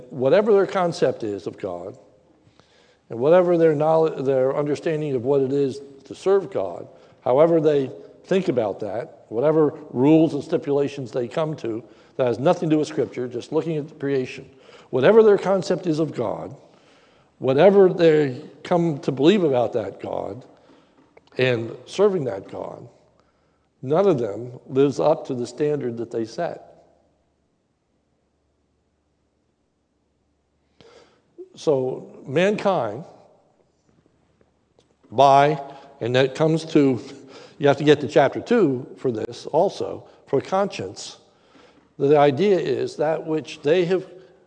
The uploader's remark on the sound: Sermon recorded live at the Lebanon Bible Fellowship Church in Lebanon, PA. During the evening service.